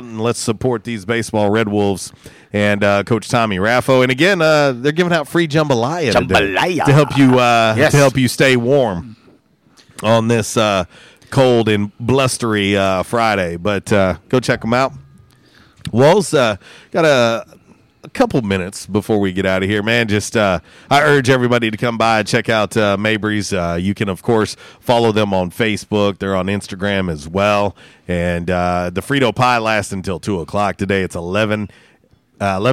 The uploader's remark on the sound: Was a Free For All Friday LIVE from Mabry Smokehouse!